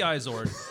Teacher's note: It is very subtle. It's the emphasis on the first half, the first syllable, but it's the second syllable is pronounced ard, not erd.